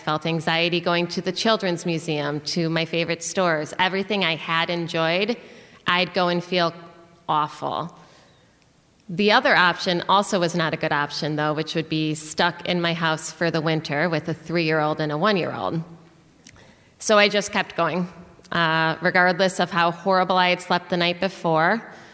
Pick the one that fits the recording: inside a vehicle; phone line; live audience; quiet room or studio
live audience